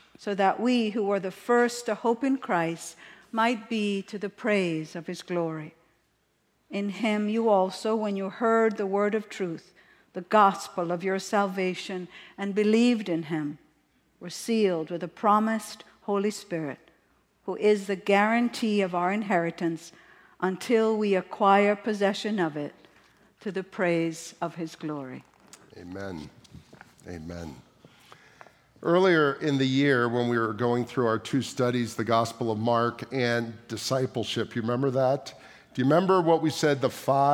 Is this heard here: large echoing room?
yes